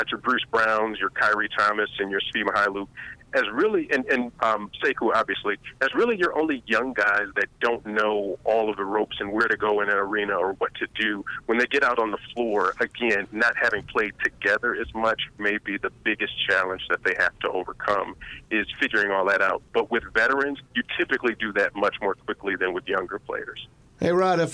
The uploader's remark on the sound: joined on the phone